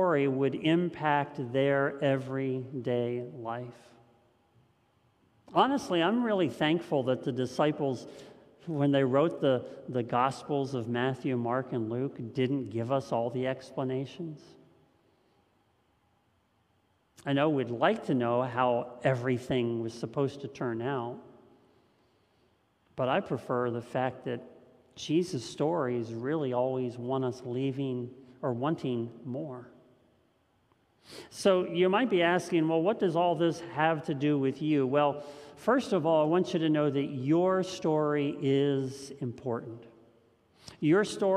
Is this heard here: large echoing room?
yes